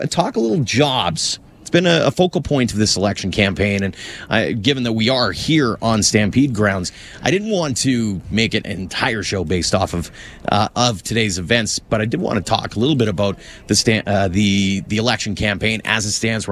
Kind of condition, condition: setting, busy venue